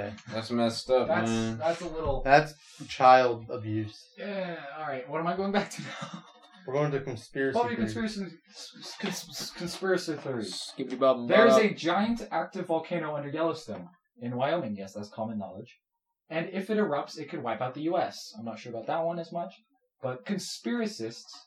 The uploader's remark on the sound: Sorry for the bad audio we had some mic trouble.